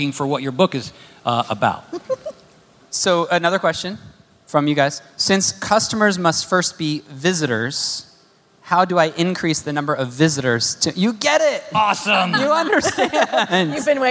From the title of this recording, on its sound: Live from the H*W Workshop